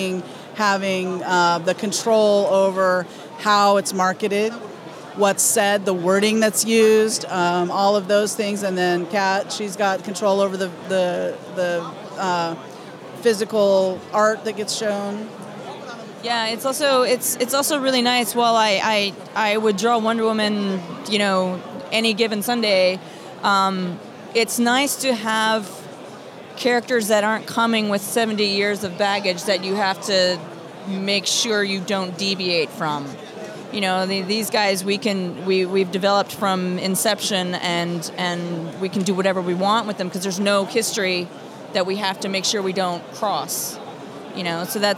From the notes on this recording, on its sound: At New York Comic Con NYCC 2017!